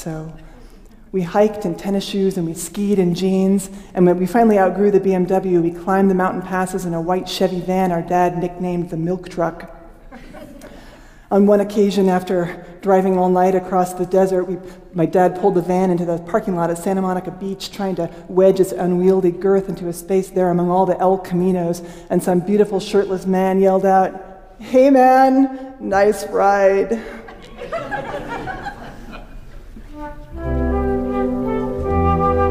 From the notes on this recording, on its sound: Paragraphs were shifted out of their natural order to work with the music, and the orchestral arrangements were shuffled and modified to jive with the beats of the story. This story was originally recorded at Augustana Arts.